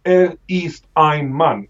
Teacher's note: you had to have the glottal stop that you have in German